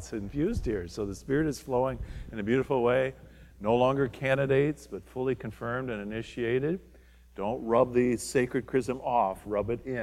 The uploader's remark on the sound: From Holy Spirit Church in Creston Iowa